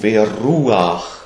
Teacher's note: Aber da wird es gesprochen als U. Als reiner Vokal U, als ein langes U. · Term: Shuruk